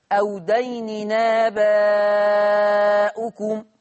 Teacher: هنقل الفتحة بتاعت الهمزة الى التنوين